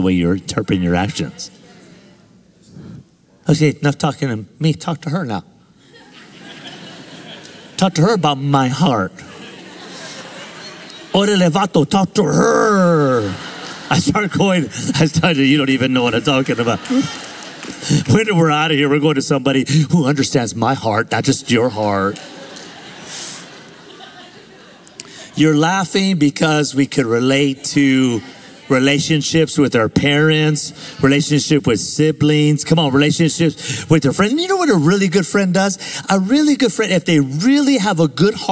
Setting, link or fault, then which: setting, live audience